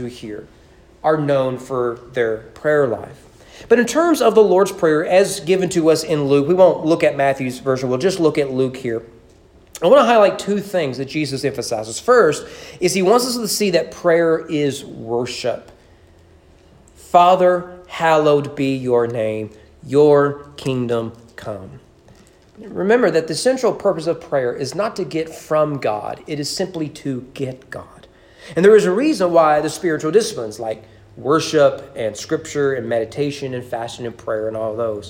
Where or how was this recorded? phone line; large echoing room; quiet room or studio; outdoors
large echoing room